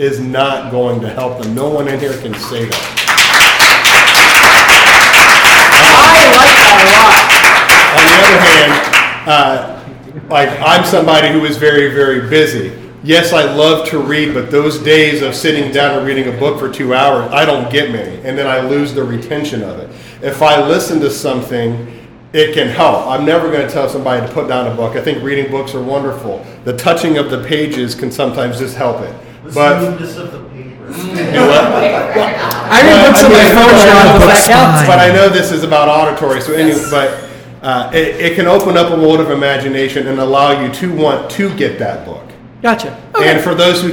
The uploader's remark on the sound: GBG LiVE From Packrat Comics! Originally Recorded Live at Packrat Comics.